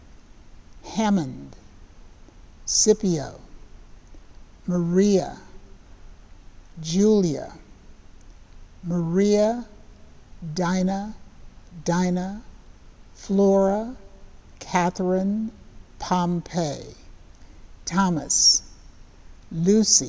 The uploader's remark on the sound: Sermons from Old South Church in Boston